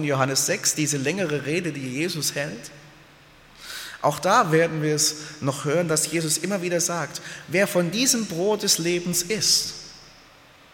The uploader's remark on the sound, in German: aus dem Gottesdienst der Liebenzeller Mission